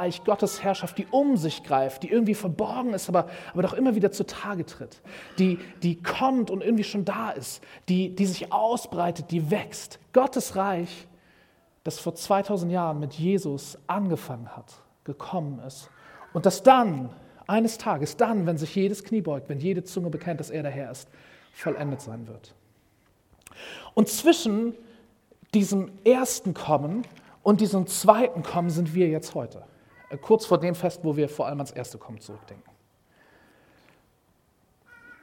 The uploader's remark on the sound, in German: Predigt im Rahmen des GreifBar+ Gottesdienstes